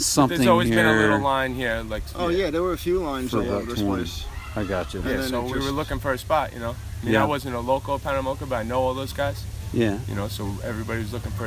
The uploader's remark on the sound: The interview took place at the Flatlands trails. Plenty of trails sounds happening in the background!